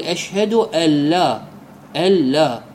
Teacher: بدون أن يلفظ النون، وإنما مباشرة يلفظ الألف واللام، هذا الإدغام، وهو مخير، القراءتين صحيحة، وإن كان الإدغام رعايته هو أحوط أولى على رأي السيد المصنف.